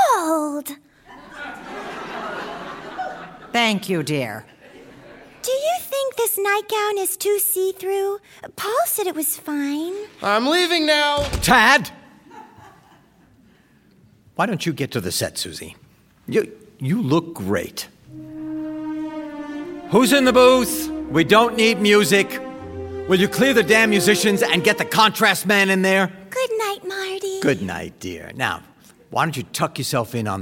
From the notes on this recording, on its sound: Recorded before a live audience at the Skirball Cultural Center, Los Angeles.